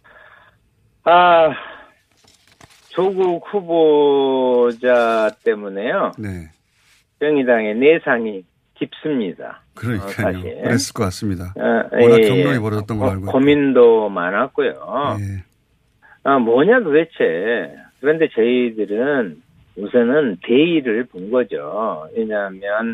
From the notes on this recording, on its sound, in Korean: 전화연결